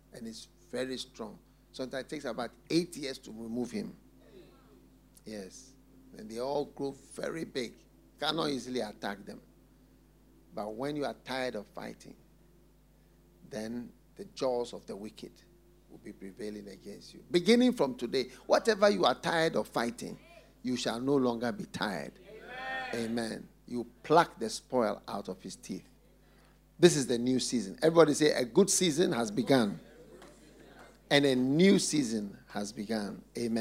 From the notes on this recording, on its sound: Preached at the FLOW Church Service.